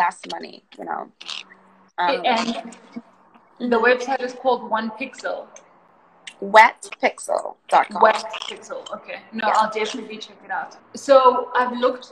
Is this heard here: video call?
yes